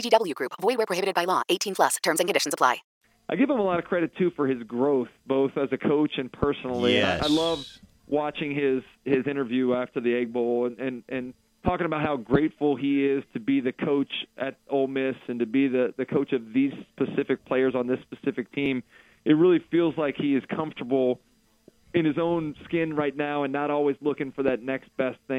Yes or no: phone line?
yes